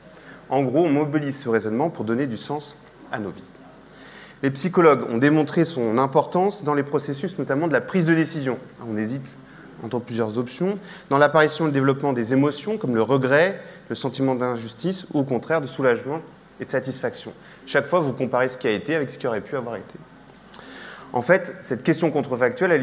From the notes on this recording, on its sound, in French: Conférence enregistrée lors de la 5e édition de la Nuit de l'ENS (en partenariat avec France Culture, Libération, HugoDécrypte, Philosophie magazine).